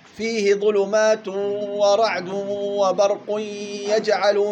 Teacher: الغنة من الخيشوم وليس من الجوف في الإضغام الناقص